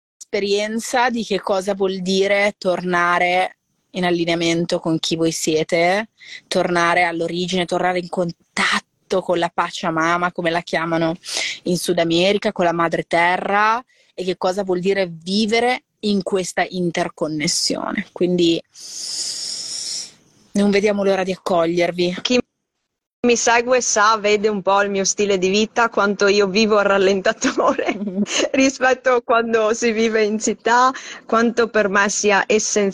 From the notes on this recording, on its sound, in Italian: Audio estratto dalla diretta Instagram